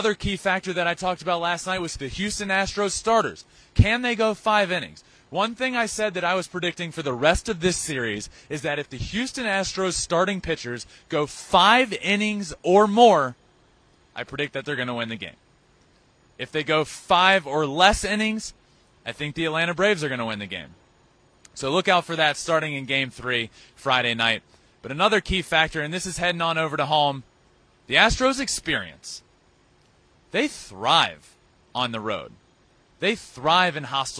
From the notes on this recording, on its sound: LIVE from Truist Stadium in Atlanta